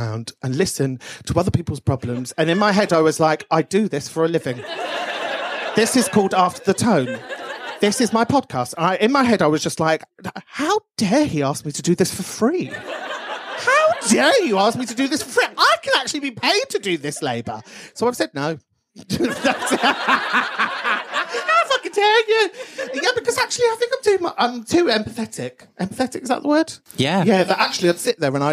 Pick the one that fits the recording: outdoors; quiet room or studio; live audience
live audience